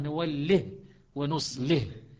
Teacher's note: هاي الموضعين يسكن لها الشعبة أيضا نوله ونصله. أي يقراه نوله ونصله أيضا بسكون الهاء